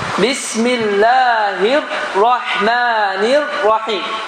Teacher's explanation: Ona görə, ra hərfini tələffüz edən zaman, dodağı qabağa vermə. Ra hərfinin məxrəci dilimizin ucunu yukarı kesici dişlerin damağına tokundurup çekmeyle. · Term: Tekrar sıfat